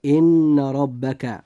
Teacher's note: نلاحظ أن حرف الراء في كلمة ربك جاء مفتوحا، لذلك يجب أن يفخم فينطق هكذا: إن ربك. · Term: تفخيم الراء